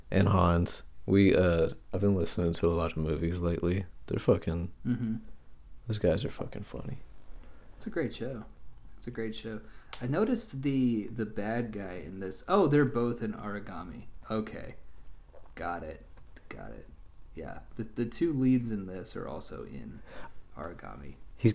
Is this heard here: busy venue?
no